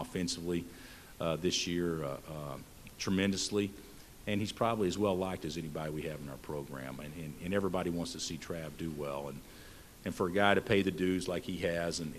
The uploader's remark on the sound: Press Conferences & Post-Game Interviews